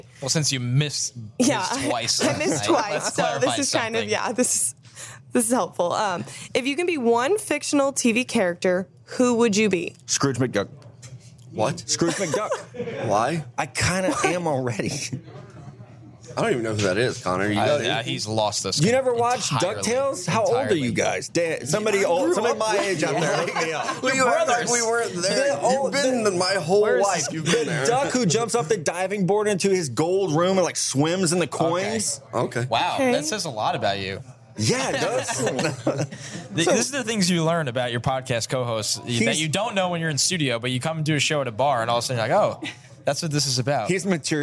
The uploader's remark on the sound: questions from our excellent live audience